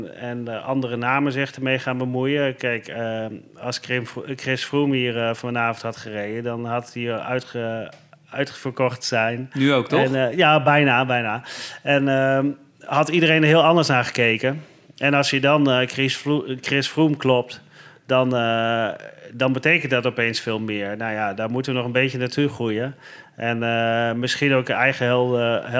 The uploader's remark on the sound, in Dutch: Tijdens de Fiets Race Series op Zwift. De finale van de Fiets Magazine Race Series werd dinsdag 28 januari in Ride Out Amsterdam gehouden. De achtste aflevering van de Fiets Podcast werd opgenomen bij de ontknoping tijdens het live event.